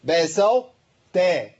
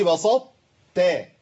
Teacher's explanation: محتاج ان انا اتي بتاء مطبقه مستعليه · Shown in: first take · Term: الادغام الناقص